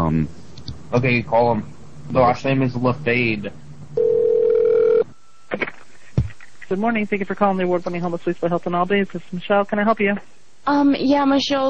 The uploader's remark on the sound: Trashed Hotel Room Prank Call